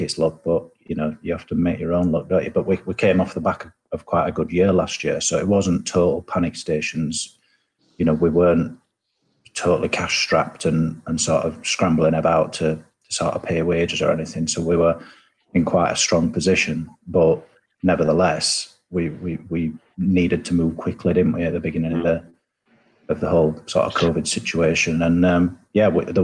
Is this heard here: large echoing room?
no